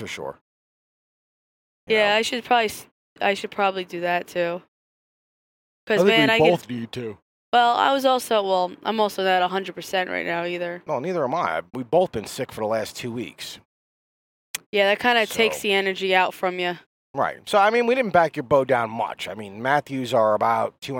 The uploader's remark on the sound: After range time chat in the car.